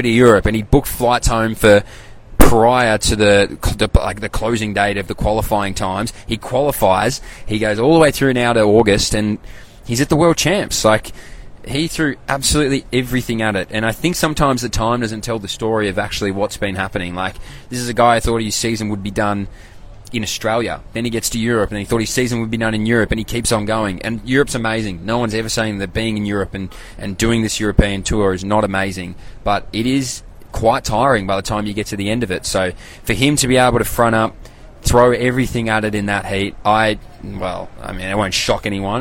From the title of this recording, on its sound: LIVE FROM THE WORLD CHAMPS